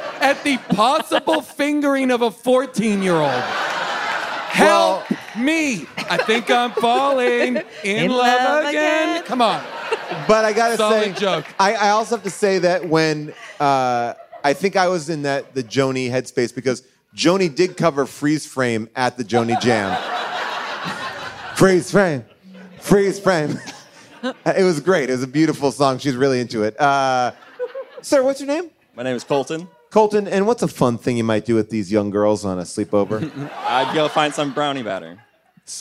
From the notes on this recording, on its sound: Sleepover LIVE! Recorded LIVE on June 15th, 2023 from Largo in Los Angeles.